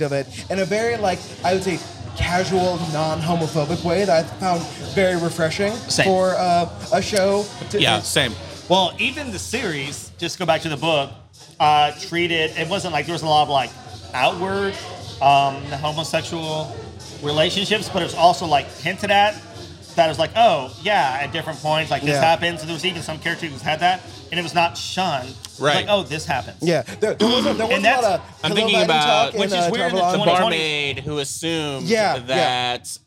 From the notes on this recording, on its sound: A Wheel of Time podcast that is filmed and recorded in a tavern!